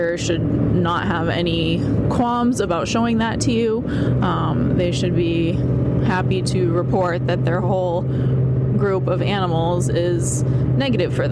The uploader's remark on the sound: Recording on the road because that's where I spend my life.